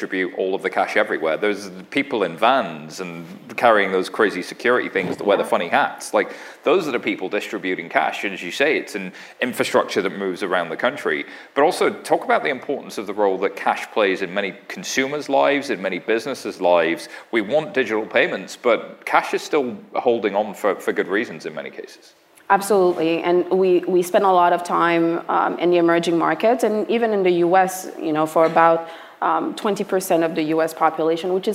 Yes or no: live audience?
yes